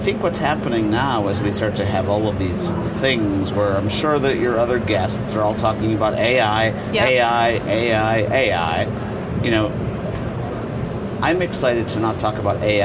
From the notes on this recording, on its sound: Studio on the road (again) to the 2023 HR Technology Conference & Exposition. HR Tech 2023.